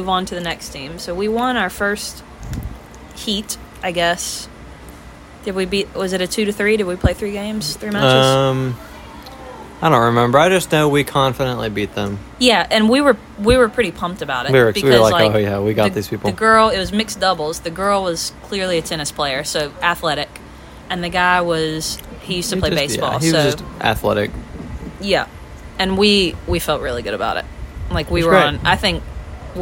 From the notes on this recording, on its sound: We recorded outdoors, sitting on a deck at beach week. As long as you don't mind the wind and the sound of construction in the background.